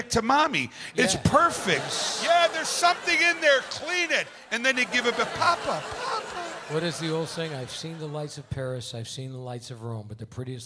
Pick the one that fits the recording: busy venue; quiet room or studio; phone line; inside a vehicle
busy venue